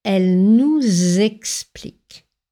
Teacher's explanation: Attention à faire la liaison en z devant le verbe conjugué explique